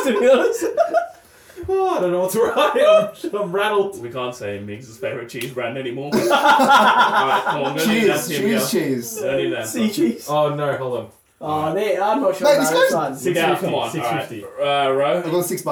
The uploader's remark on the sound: Our episode starts with an apology this week as our audio is completely scuffed throughout as well having to scrap our usual weekly wrap up segment.